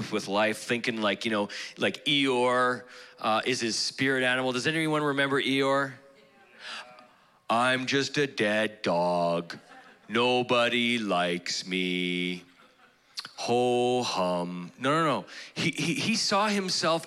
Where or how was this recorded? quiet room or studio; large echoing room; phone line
large echoing room